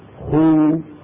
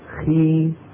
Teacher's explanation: خو فيها امتلاء للفم أكثر من خي